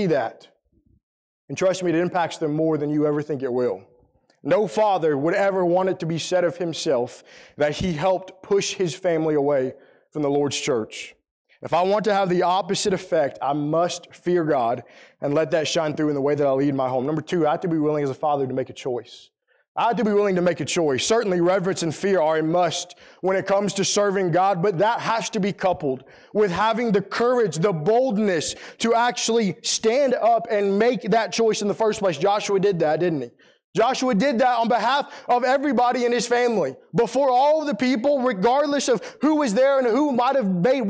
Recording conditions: large echoing room